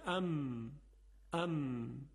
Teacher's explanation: میم هم در فارسی و عربی شبیه به همه و وقتی که ما لبها رو ببندیم منطبق بکنیم و صدای میم به صورت غنه از بینی یا از خیشوم خارج بشه میم تولید میشه.